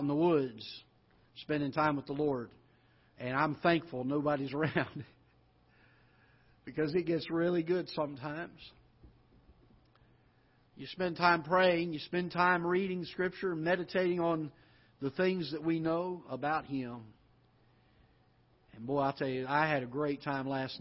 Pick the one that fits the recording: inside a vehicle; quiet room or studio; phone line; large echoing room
large echoing room